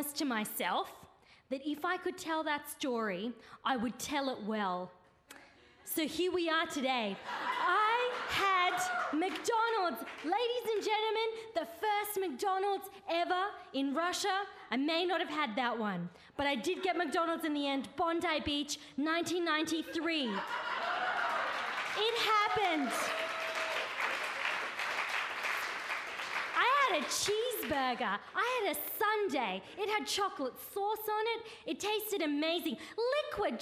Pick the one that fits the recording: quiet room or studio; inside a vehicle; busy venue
busy venue